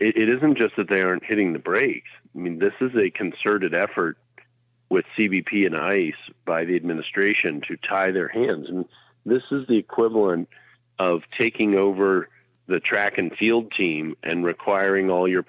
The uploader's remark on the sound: we take your calls in open phones across America